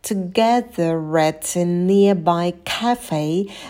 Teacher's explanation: В слове cafe к произносим с придыханием.